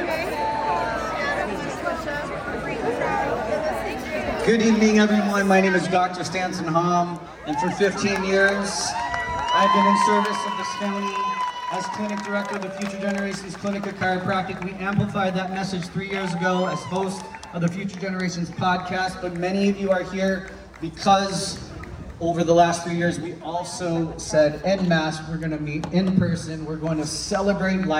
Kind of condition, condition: setting, live audience